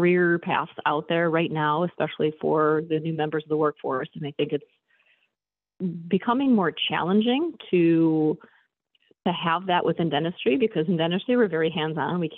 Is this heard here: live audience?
no